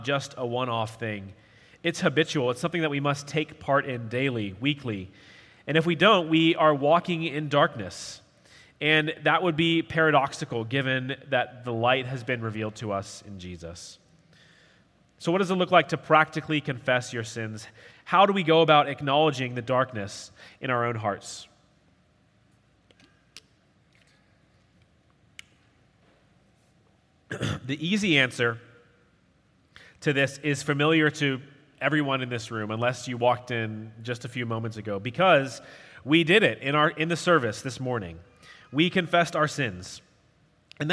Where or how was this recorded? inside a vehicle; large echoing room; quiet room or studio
large echoing room